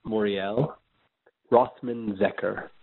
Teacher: My first name, Moriel, has an emphasis on the final syllable.